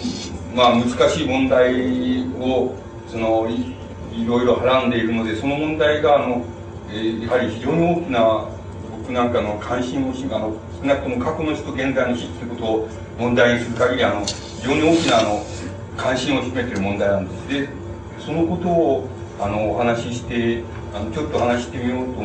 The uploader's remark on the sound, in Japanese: 主催：詩誌「無限」事業部 場所：明治神宮外苑絵画館文化教室。声が若干遠く聞こえ、 ところどころにノイズが入っており 音質はあまりよくない。質疑応答が講演本編より長い。